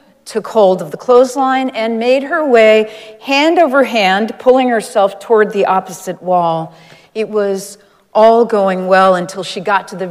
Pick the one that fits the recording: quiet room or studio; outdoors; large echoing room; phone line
large echoing room